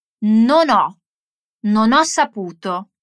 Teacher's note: nota bene come il suono della N in non si lega al suono del verbo ho